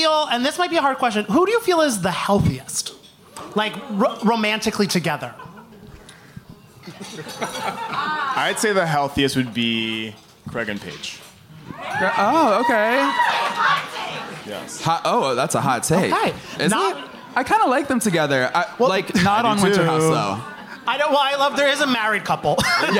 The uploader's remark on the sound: Took the stage in NYC at City Winery for our very special live "Virtual Reali-tea" event. Sat down with a live audience.